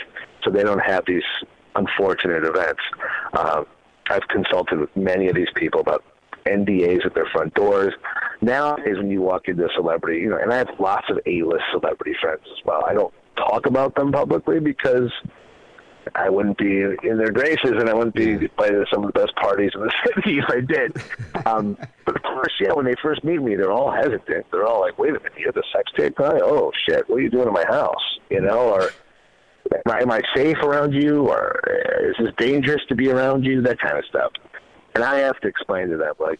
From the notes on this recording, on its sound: Phone calls.